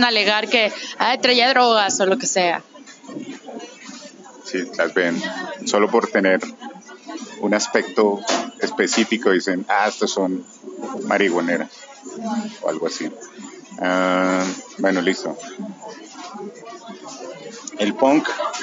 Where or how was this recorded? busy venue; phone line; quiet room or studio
busy venue